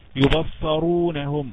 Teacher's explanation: يبصرونهم راء مفخمة لأنها مضمومة، وصاد في المرتبة الثانية لأنها مفتوحة وليس بعدها ألف.